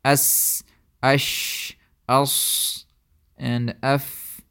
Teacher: the passage or the pathway of the breath becomes a little bit narrow. Therefore, the sound, it becomes like a sound of a friction sort of sound, or something which is rubbing against something, a sort of a rustling or murmuring sound, you can say. · Term: al-aswat al-ihtikakiyah